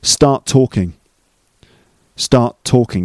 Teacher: There's only one t sound in the middle. So one of the t sounds has disappeared. They mix together and create just one t sound. · Term: elided